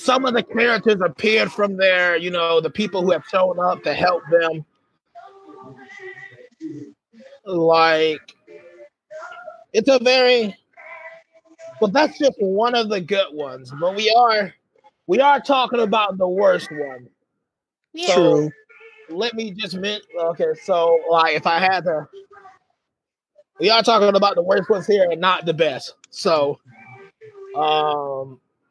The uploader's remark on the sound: Apologies for the somewhat bad quality and the amount of background noise.